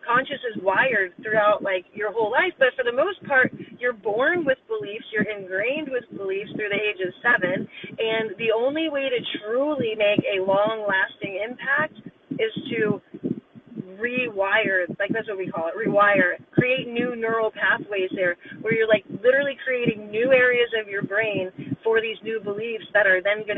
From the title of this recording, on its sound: from my car!